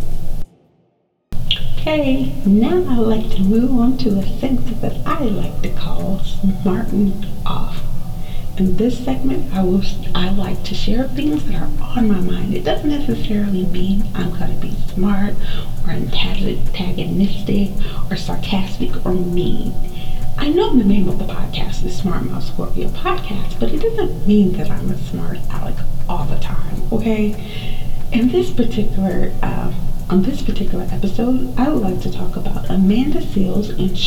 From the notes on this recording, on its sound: Horrible Sound Quality. There was some technical difficulties with this episode (the sound).